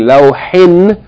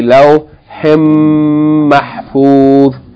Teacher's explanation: Instead of pronouncing noon, you pronounce the meme twice. · Shown in: second take · So instead of saying lawhin, you say lawhim mahfuz. · Term: merged